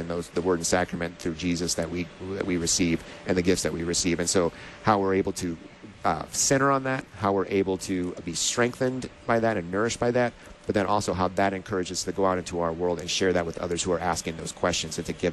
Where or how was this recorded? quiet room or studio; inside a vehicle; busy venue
busy venue